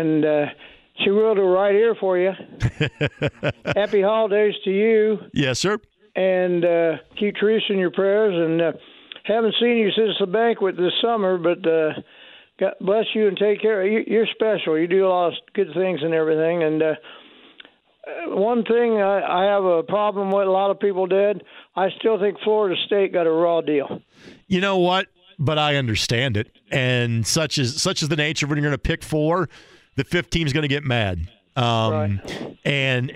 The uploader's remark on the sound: Wraps up the 1st hour with some phone calls! The 2nd hour kicks off with some more phone calls from listeners of the show!